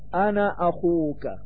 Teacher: فصورة الألف في كلمة أنا علامة مد، إلا أن هذه العلامة لا تعتبر إلا في حال الوقف، فإذا وقفت على كلمة أنا فيجب أن تقف بالمد فتقول أنا، وطوله حينئذ حركتان فقط. أما إذا وصلت كلمة أنا بما بعدها فيجب أن تقصرها وتحرك النون بحركة واحدة فتقول أنا أخوك.